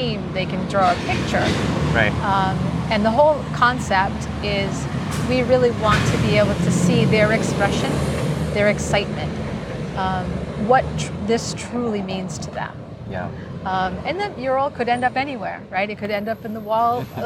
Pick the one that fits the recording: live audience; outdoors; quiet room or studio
outdoors